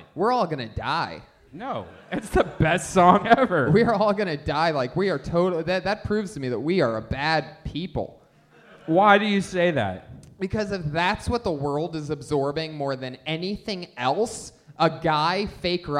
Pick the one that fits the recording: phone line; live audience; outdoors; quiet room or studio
live audience